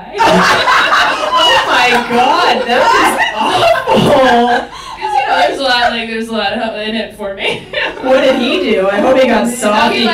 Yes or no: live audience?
yes